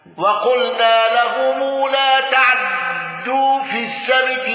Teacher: قالون بصلة ميم الجمع وإسكان العين